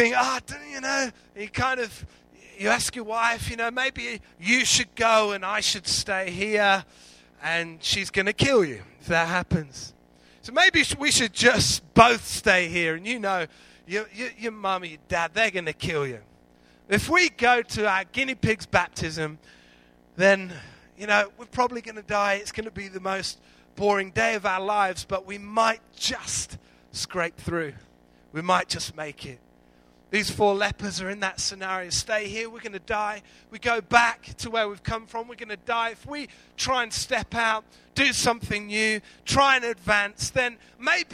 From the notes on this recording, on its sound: Recorded live at Life Church on Sunday 23rd February 2014.